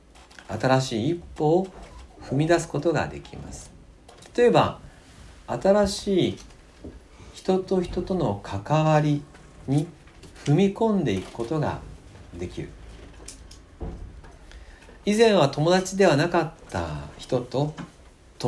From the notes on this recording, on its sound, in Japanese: 2020年元旦礼拝礼拝メッセージ録音です。